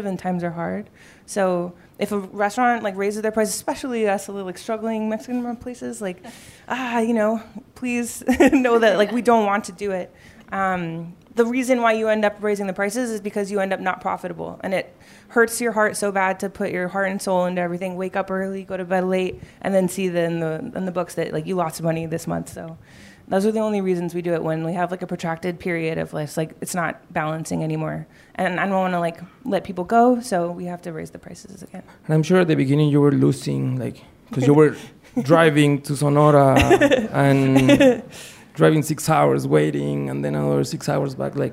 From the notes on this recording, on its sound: It's HTLA's first live special! At the Crawford Family Forum.